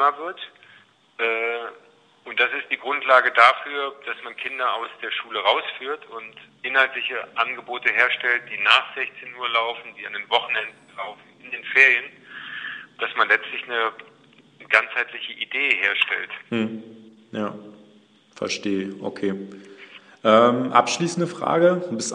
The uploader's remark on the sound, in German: Der Schlussteil des Interview wurde per Telefon geführt.